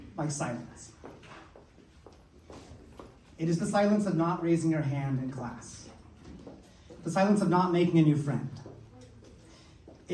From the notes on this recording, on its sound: recaps Proud Stutter’s annual gala with some clips from the evening